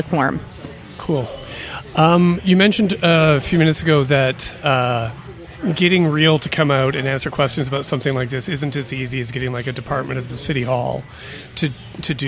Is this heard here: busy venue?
yes